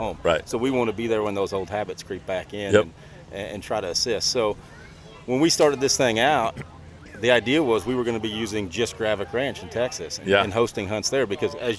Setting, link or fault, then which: setting, busy venue